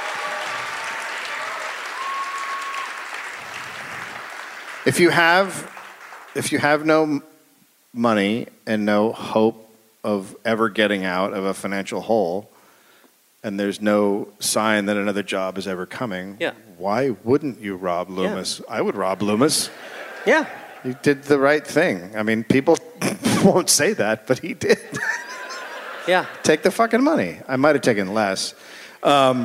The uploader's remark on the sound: Recorded live in Durham, NC.